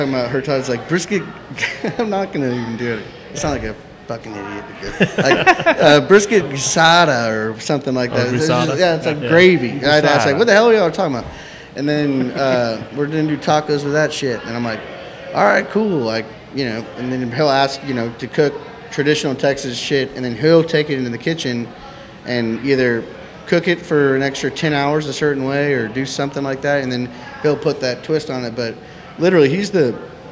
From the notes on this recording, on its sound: on location at Hurtado Barbecue